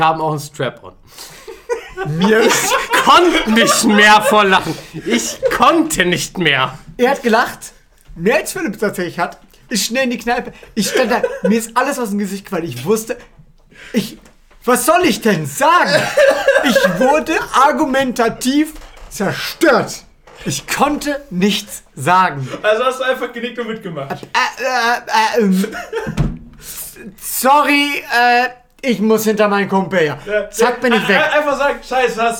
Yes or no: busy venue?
no